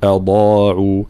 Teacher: كلمة أضاعوا، ترقيق الهمزة وتفخيم الضاد، هذه طبعا أضاعوا بالضاد، والضاد مخرجها حافة اللسان مع ما يحاذيها من الأضراس من الجهة اليمنى أو اليسرى